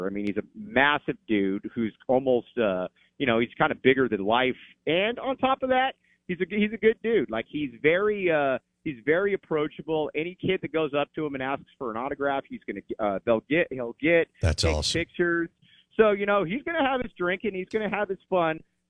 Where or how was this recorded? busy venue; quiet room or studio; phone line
phone line